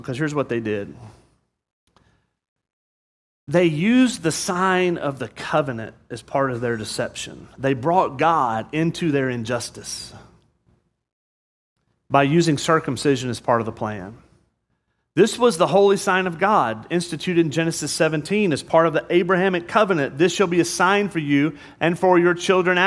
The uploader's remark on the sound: This sermon was preached on Sunday, July 3rd, 2022. At Murrieta Valley Church in Murrieta, California.